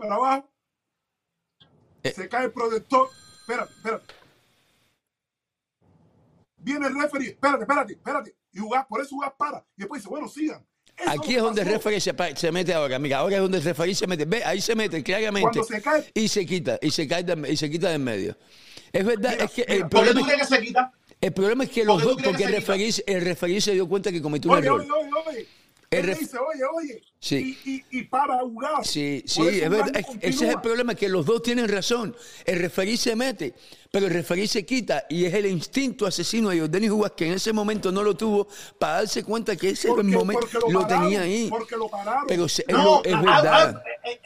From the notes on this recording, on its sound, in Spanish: Tambien abrimos las lineas de telefono y conversamos con el publico sobre los combates y mucho mas.